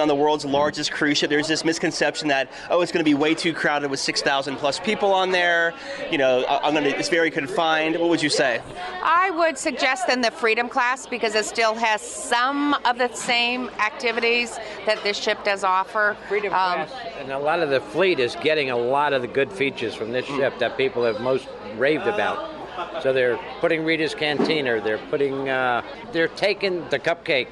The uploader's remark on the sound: Live Broadcast Aboard Royal Caribbean's Allure of the Seas. Hear passenger reviews and the CEO of Royal Caribbean.